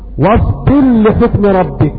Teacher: إذا كانت الراء ساكنة تدغم في اللام لأبي عمرو البصري